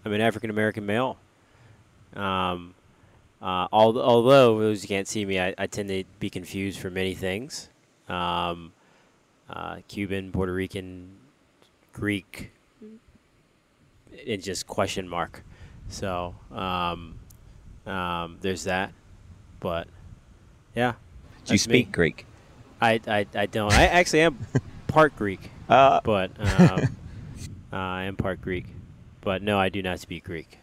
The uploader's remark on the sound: At the Agile2018 Conference in San Diego, CA. Decided to record this podcast outside. Pardon the wind and other city noises that we picked up during the conversation.